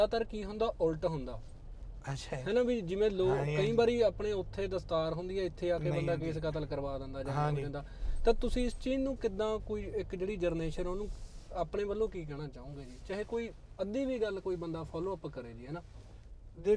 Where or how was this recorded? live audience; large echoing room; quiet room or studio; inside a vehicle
inside a vehicle